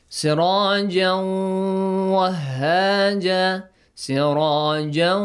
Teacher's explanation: Look, I merge tanween into waw. Okay, the tanween will have the sound of the letter waw, and also there is a ghunna